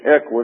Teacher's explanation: the accent is on the first syllable, which is simply the E, and it's a short E if you're pronouncing it in the English.